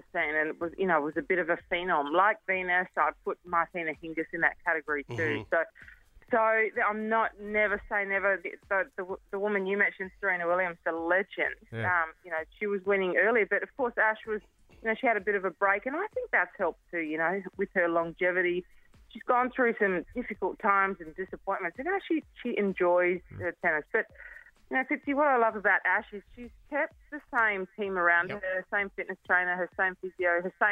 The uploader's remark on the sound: on the phone this morning